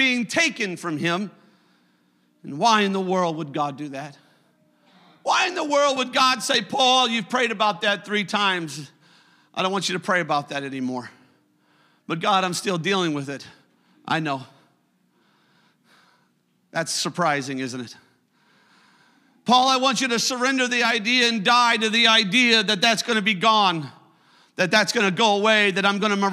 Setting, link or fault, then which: setting, large echoing room